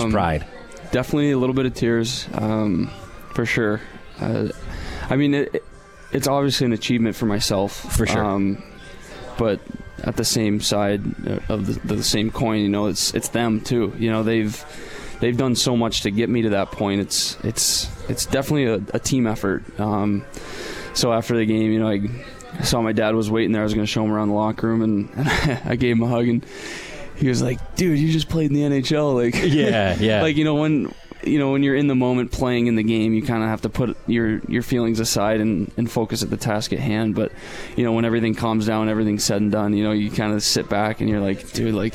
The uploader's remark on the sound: Live from Swifty’s for Comets Insider.